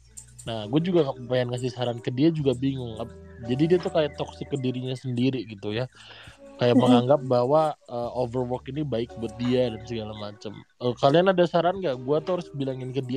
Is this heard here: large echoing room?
no